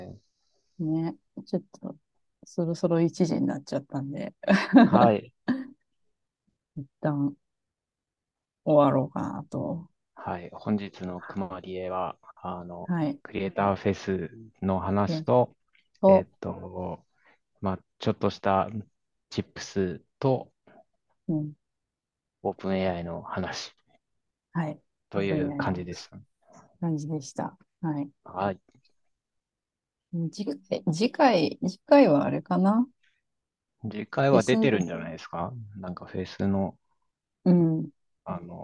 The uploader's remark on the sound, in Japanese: zoomを使って録音しています。